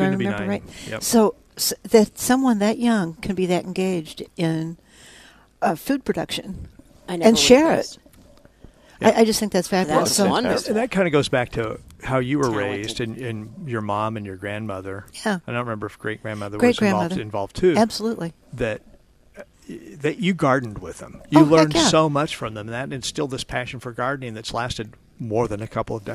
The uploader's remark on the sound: Plant Experts Live from Prairie Gardens.